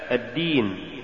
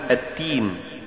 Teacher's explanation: ولولا جهر الدال لصارت تاء · Shown in: first take